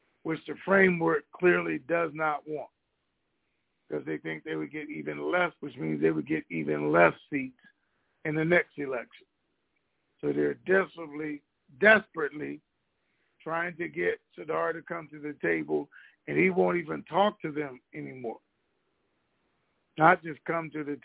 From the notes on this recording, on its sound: TNTSuperfantastic Conference Call